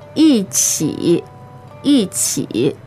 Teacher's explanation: there's a tone change, so it's fourth tone, third tone